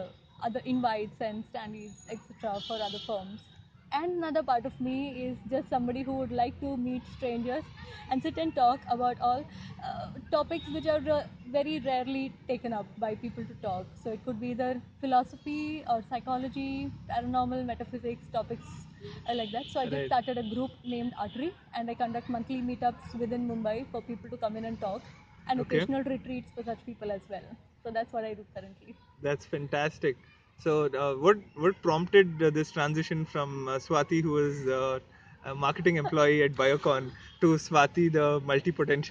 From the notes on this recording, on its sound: Since this is one of our earlier episodes, please watch out for lower sound quality.